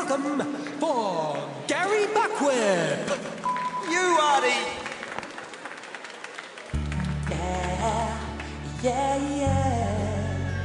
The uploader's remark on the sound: Live at the Gold Guitars. Under special commission from RNZ.